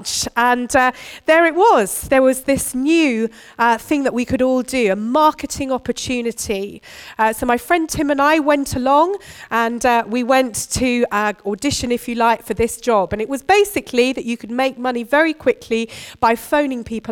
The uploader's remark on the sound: Recorded at Bournville gathering.